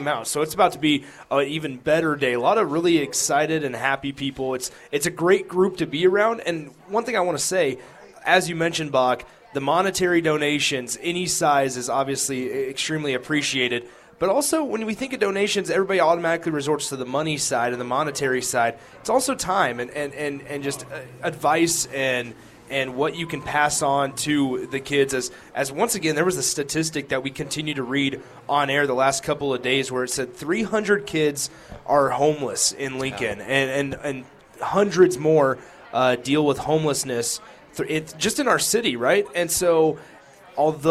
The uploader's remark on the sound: LIVE FROM CEDARS